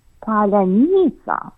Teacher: Росіяни вимовляють його з довгим «і»